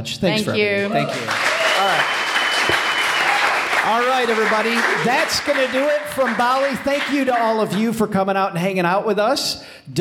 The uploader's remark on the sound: Interviews and stories with a live audience. Live from Bali! LIVE from Bali, Indonesia.